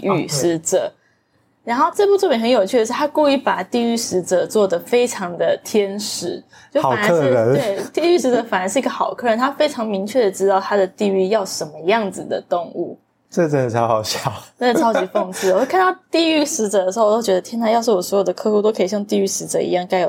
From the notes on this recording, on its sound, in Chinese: 錄音當天大暴雨，收音品質略差敬請見諒。